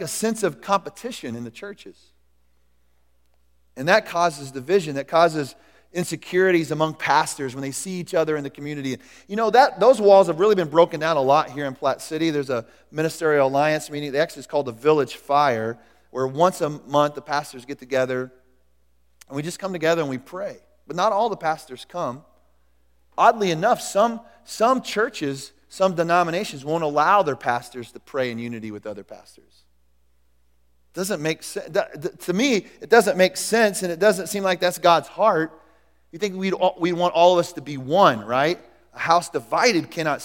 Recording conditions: large echoing room